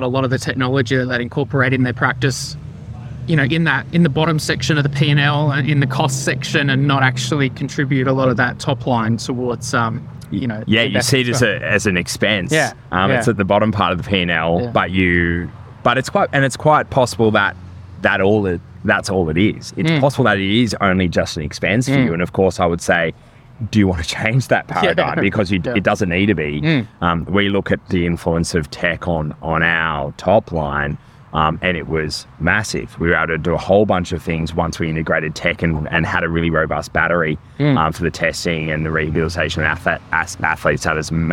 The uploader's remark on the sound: Conversations from VALDCON 2023. Recorded at VALDCON 2023.